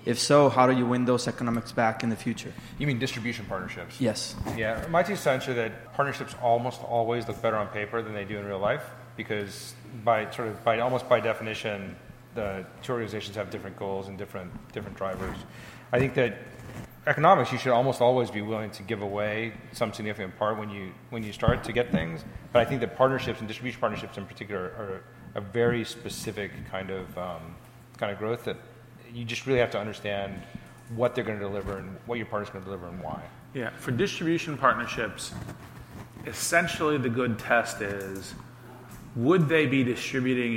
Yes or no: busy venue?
yes